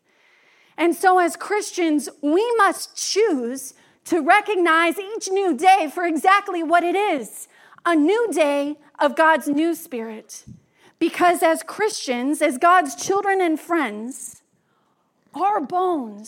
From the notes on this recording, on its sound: Message was delivered during the Traditional and Contemporary joint worship service.